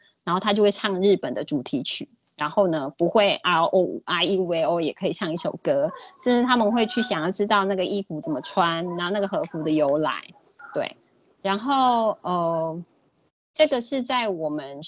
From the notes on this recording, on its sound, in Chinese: 講座錄音。此為線上課程錄音檔。